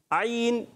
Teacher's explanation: حلق کے، حلق کے درمیان والے حصے سے · Term: عین کا مخرج